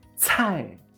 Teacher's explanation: con C, haciendo la explosión de aire